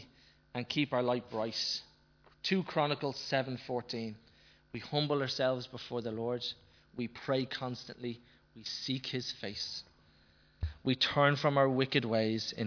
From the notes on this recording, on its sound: Recorded live in Liberty Church on 11th August 2019